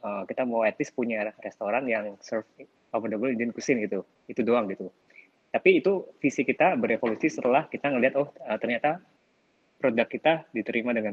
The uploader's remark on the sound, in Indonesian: Clubhouse Session. Rekaman clubhouse sesi ke-11.